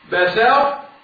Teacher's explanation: الطاء موجود زي ما هي موجود ولكنها غير مقلقلة مش قلنا؟ هي محافظة على الاستعلاء بتاعها لكنها لا تقلقل مش قلنا؟